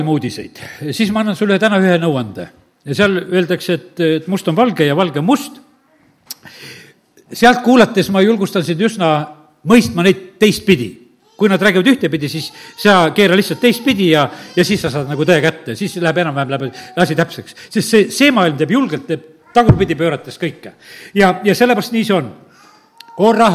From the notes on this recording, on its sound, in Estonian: Audio salvestus koosolekult